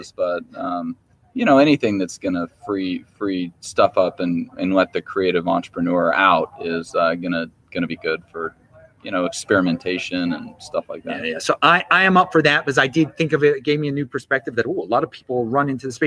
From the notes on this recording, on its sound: LIVE from Unconfiscatable! Recorded in Las Vegas, NV!